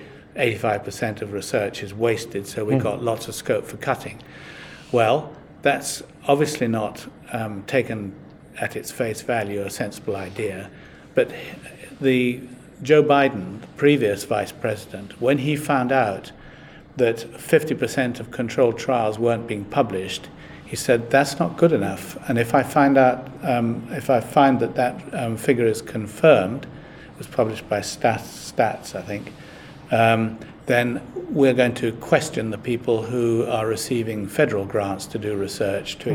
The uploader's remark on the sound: recorded at Evidence Live